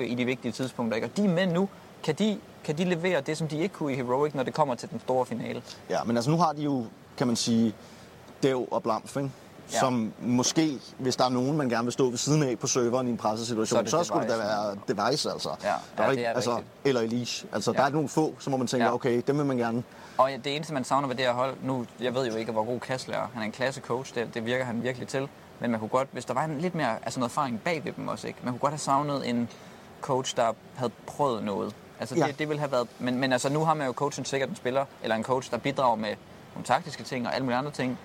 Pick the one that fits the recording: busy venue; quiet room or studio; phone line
busy venue